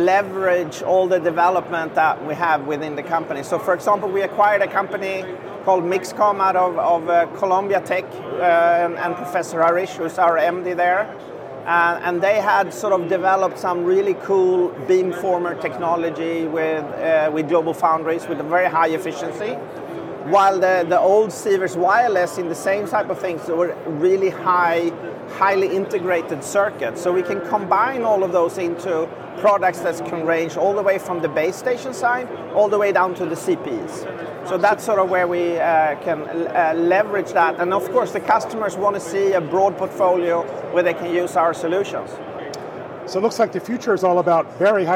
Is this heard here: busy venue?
yes